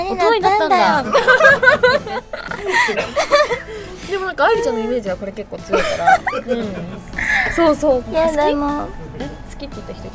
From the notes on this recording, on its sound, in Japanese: 公開収録。